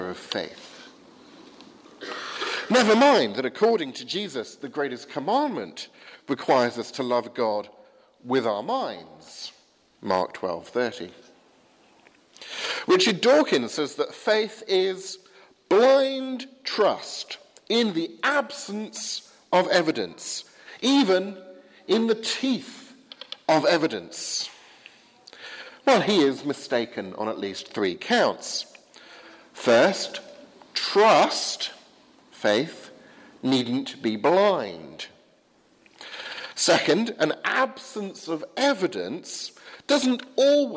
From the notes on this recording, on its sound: preached at the 8 am service at Highfield Church, Southampton